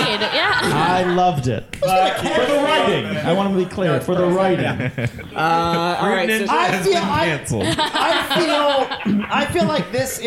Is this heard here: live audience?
yes